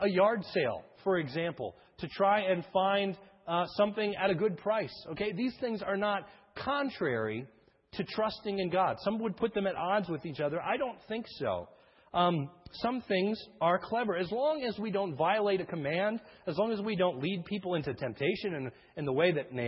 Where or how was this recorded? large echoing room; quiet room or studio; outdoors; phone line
large echoing room